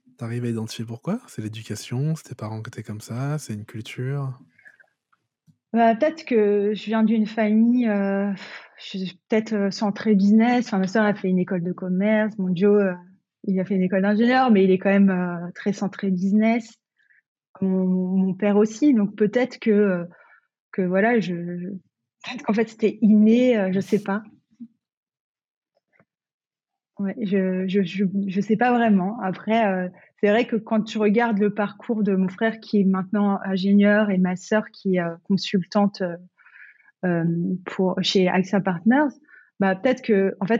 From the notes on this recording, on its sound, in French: Donc j’ai fait de mon mieux pour corriger les petits problèmes de son. Je ne suis pas encore tout à fait à interviewer en visio.